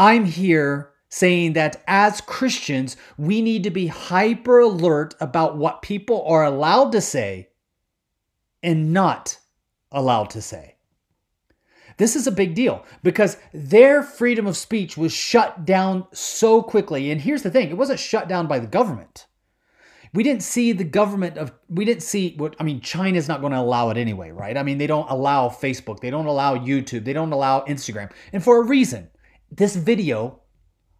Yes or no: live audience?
no